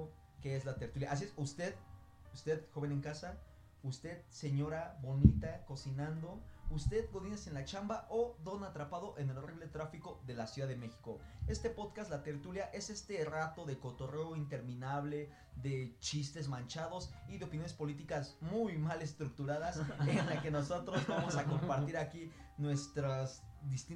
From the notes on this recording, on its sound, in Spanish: No hemos dejado de notar que nuestro audio sufre unos cuantos errores, estamos trabajando para corregir eso